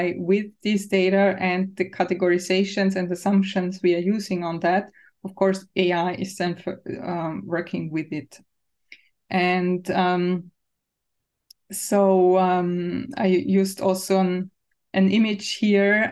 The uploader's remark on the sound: Originally a live webinar